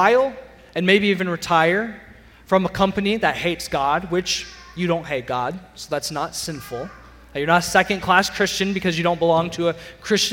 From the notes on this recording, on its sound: Sermon audio from CityGate Church